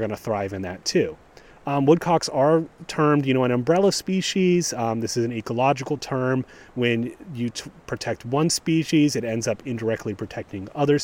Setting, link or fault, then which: setting, outdoors